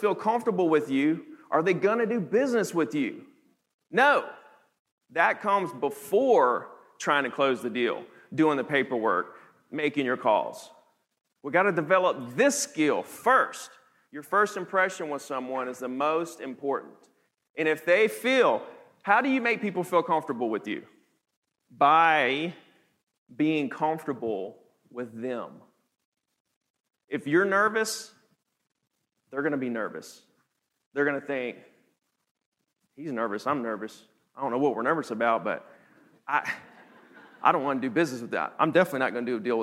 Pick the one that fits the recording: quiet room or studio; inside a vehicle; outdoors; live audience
live audience